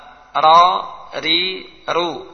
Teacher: Ra punggung lisan dengan gusi atas.